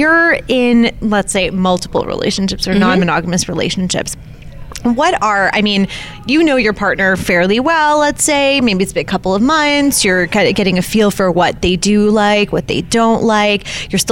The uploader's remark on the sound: Southwest Love Fest: Live From Arizona. The second annual Southwest Love Fest in Tucson, Arizona, a conference on ethical non-monogamy.